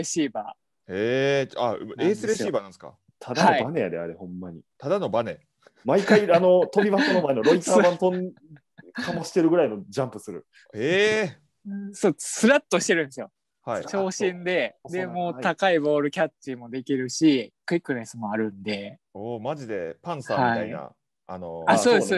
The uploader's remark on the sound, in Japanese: 今回は感染症対策でzoomにて実施しました